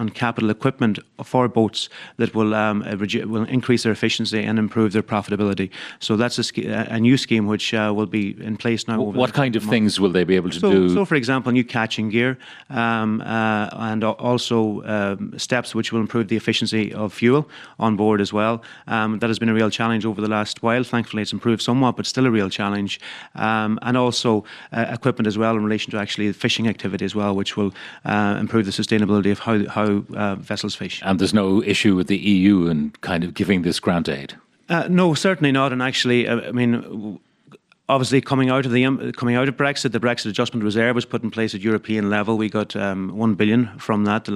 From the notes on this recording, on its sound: we were live from the Irish Skipper Expo at University Limerick